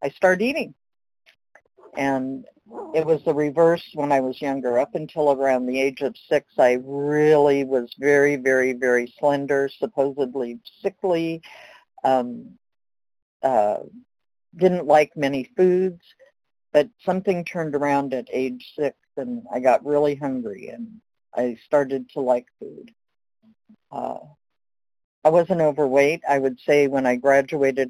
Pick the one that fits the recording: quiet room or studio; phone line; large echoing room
phone line